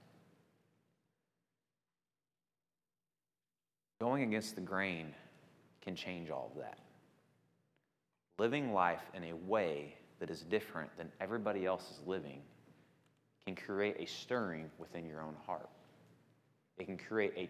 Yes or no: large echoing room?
yes